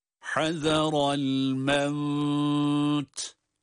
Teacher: مِنَ الصَّوَاعِقِ حَذَرَ الْمَوْتِ حَذَرَ الْمَوْتِ Evet, mevt, burası meddi lin olması itibariyle el-mevt kelimesinde durduğumuz takdirdeki ba secavenli sebebiyle duruyoruz. Burada vav'ın cizimli halini uzatarak duruş yapıyoruz.